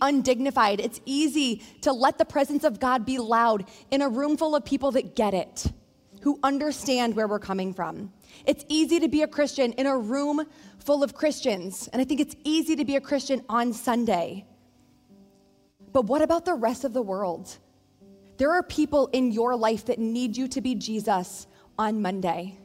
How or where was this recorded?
large echoing room